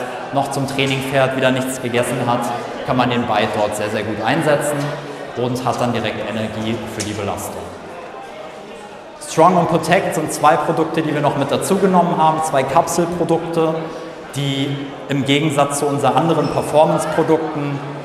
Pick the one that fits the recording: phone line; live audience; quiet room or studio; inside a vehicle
live audience